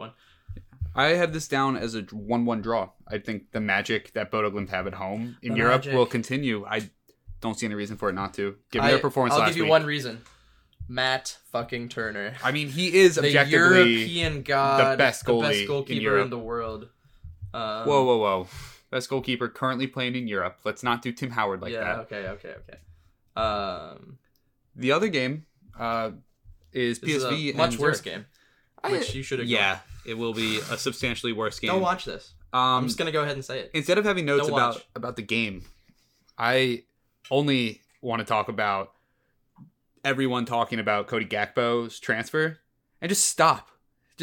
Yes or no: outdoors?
no